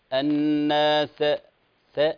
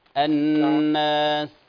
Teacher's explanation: كما تعلم همس، لا قلقلة · Shown in: second take · لا نقول الناس س، لا هذا لا قلقلة.